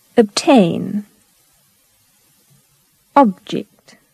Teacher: The banana vowel in unstressed syllables.